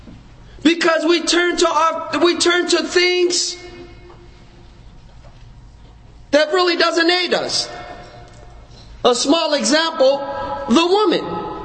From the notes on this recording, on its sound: Conference: The Medicine Of The Prophet (ﷺ). Lecture given at Masjid Nur Allah, Queens, NY.